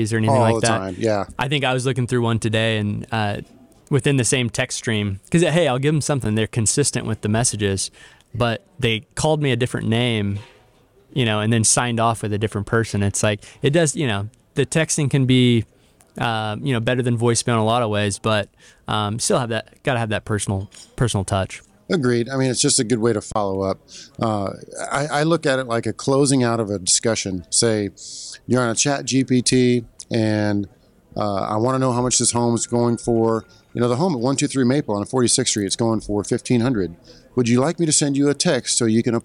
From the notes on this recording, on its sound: live at PMMCON 2023